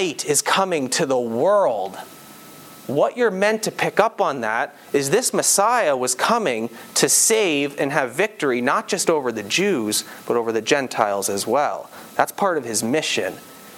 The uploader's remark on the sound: This sermon was preached at on October 9, 2022, at Campbell Baptist Church, Windsor, ON.